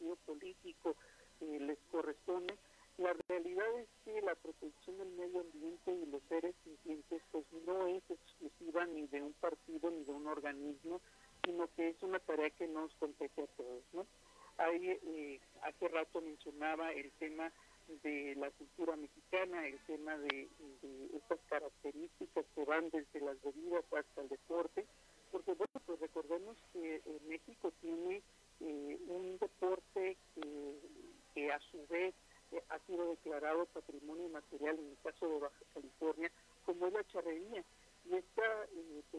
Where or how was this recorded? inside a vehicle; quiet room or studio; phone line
phone line